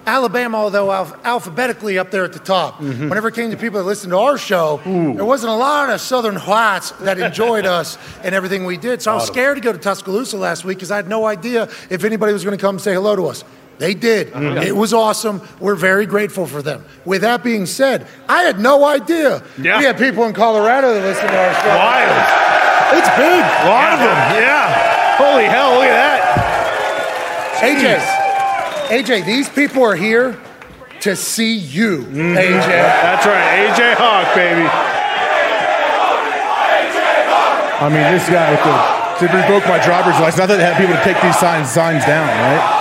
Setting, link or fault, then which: setting, busy venue